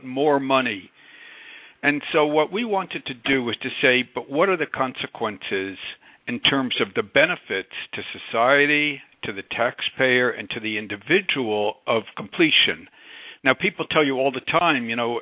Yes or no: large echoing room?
no